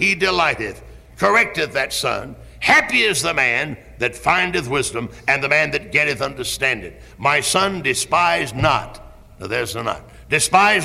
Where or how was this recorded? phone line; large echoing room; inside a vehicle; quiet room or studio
large echoing room